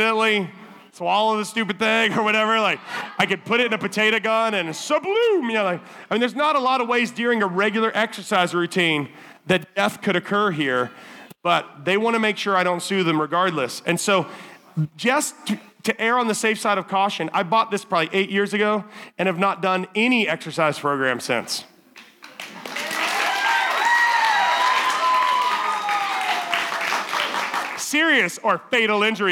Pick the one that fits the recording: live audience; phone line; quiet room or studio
live audience